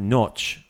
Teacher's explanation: that ch is towards the front. That's a softer one. · Term: soft ch